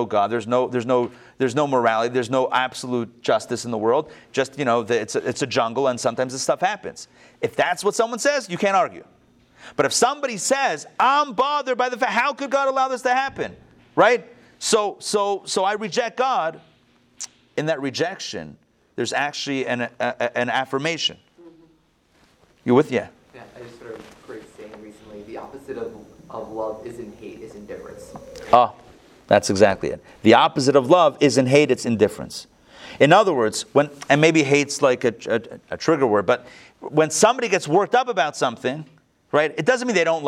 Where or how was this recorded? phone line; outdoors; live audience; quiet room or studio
live audience